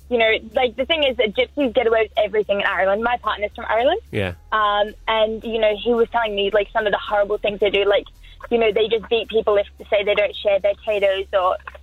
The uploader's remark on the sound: Today we played back the phone call with who we believe is an Irish Scammer… but to be allowed to play it we had to recreate the call, and that’s exactly what we did!